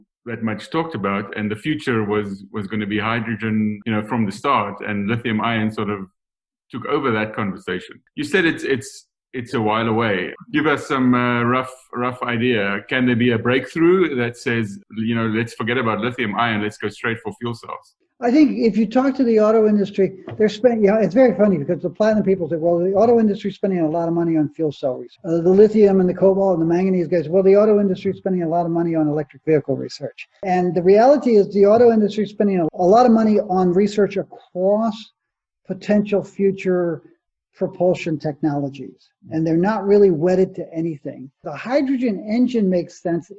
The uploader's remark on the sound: At the Canadian Mining Symposium, held on Zoom from June 16-18, 2020.